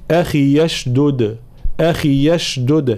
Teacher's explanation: هنا كلمة أشدد كذلك تبتدئ بهمزة وصل أشدد، حال الوصل طبعا بما قبلها تحذف الهمزة